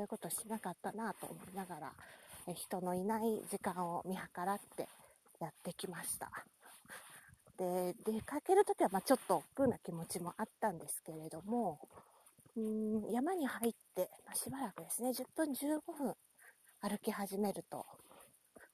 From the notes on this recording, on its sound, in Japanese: 山の中から。初の屋外収録です。